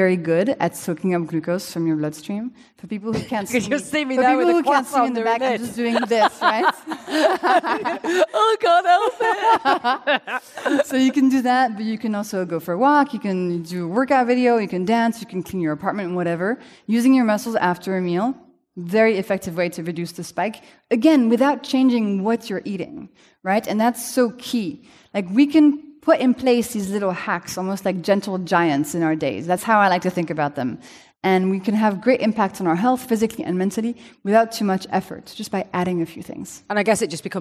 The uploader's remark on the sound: This conversation, recorded in front of a live audience.